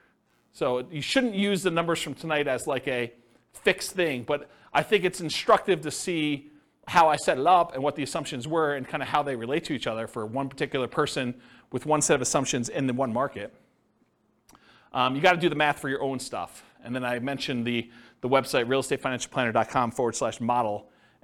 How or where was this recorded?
live audience